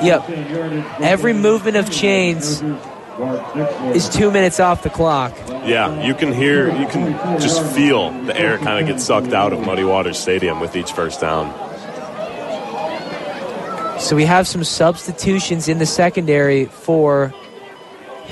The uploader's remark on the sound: Live Hillsdale College Football broadcast